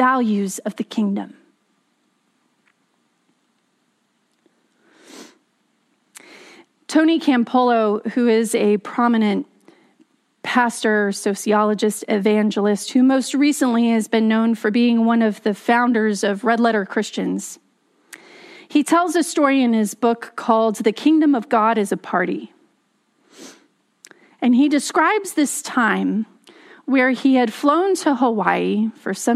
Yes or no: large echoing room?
yes